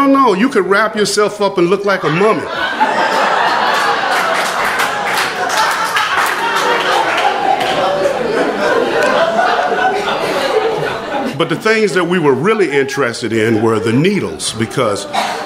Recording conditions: live audience